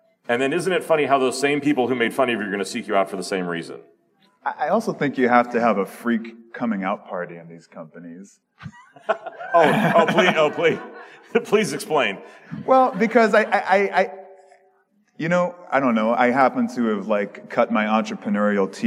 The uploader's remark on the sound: Conference talk: ‘Why innovation is rarely authorized’ panel from HOW Design 2019. This episode is a replay of a panel discussion about innovation.